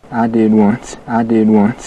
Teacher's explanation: Listen to the vowel in one and once, how it's all the way back in his mouth. · Term: Wyoming accent